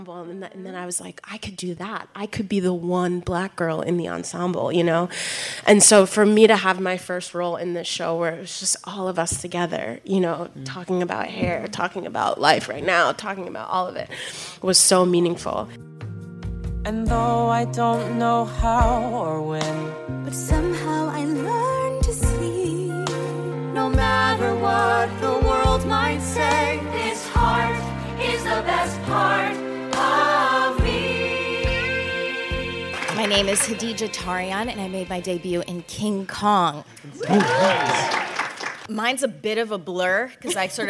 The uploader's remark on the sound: This quintet of triple threats sat down with us in front of a live audience at BroadwayCon 2019.